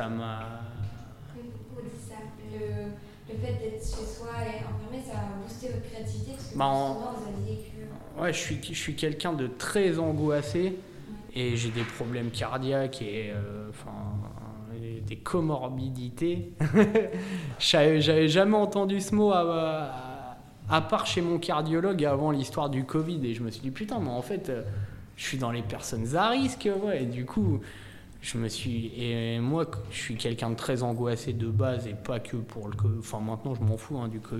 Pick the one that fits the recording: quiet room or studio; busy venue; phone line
busy venue